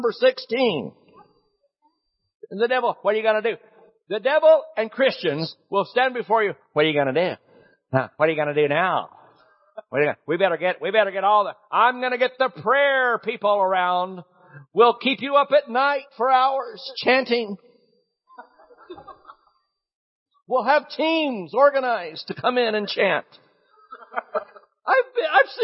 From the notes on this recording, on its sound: Recorded at Healing Grace Church in Tulsa, OK February 25, 2013